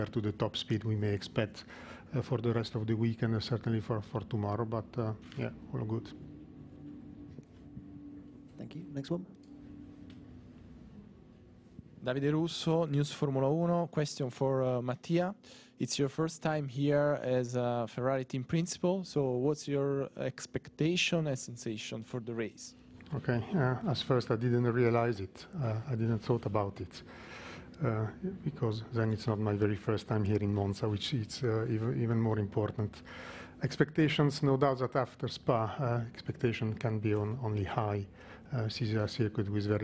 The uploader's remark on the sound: Friday Team Principals Press Conference.